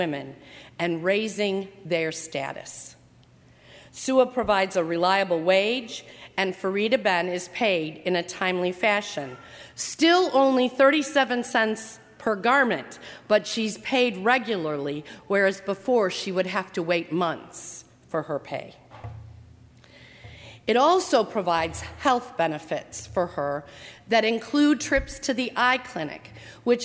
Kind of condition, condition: setting, large echoing room